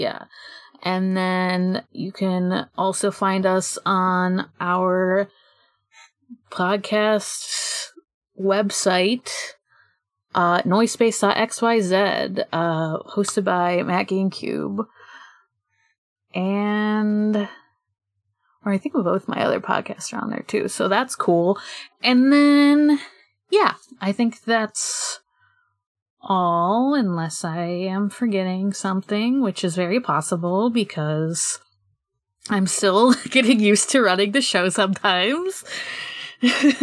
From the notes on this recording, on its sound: Sorry for the fuzzy audio distortion on this one. I did my best to EQ it down while still keeping the track human-sounding.